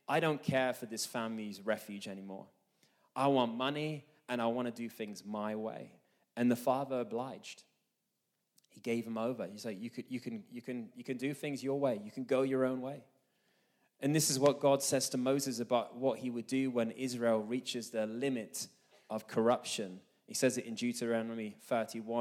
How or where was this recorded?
live audience